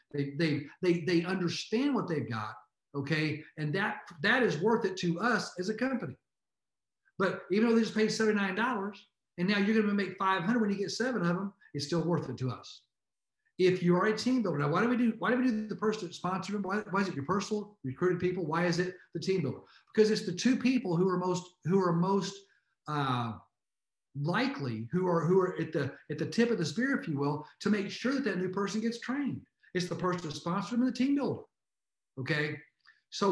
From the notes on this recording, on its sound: Surge365 Zoom Update Replay